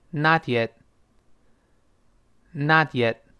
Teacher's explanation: Not yet. Not 那个 t 就几乎听不到了啊 · Yet 最后那个 t 也听不到了